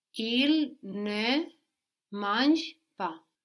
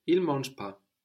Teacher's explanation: in spoken French, we'll often also hear this without the ne · Shown in: second take · Il mange pas.